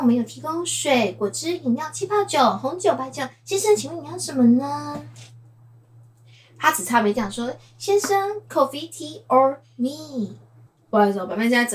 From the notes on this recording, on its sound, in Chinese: 收音若不佳請包涵